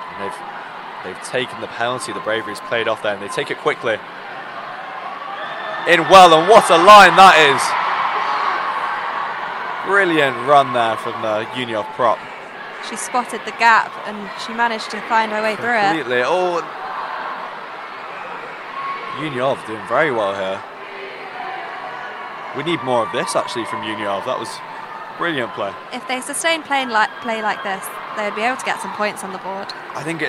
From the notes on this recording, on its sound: Listen in to the LIVE commentary from the 2023 Rugby Union Finale as we relive the crunching tackles, weaving tries and a few streakers in between.